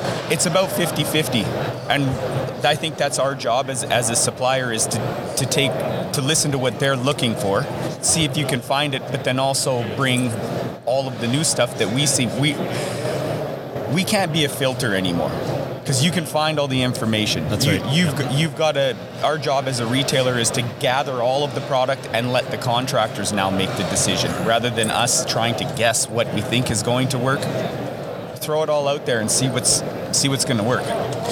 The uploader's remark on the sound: Live from the Deckorators booth in Louisville, Kentucky at Deck Expo 2019.